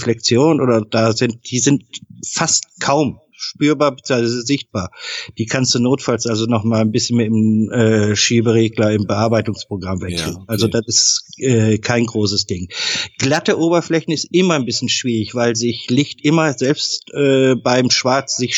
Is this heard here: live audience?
no